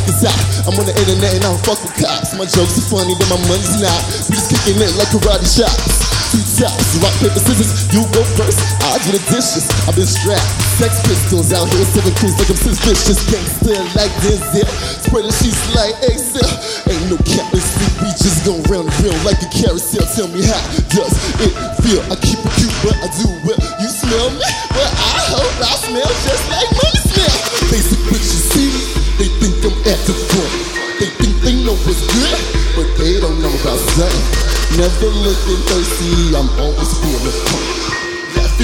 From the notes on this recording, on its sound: Live from SXSW.